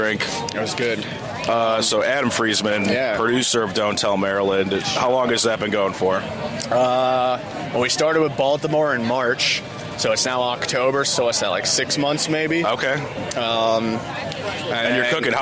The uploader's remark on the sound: This episode was recorded October 28th, 2023 at the farmers market in Fell's Point.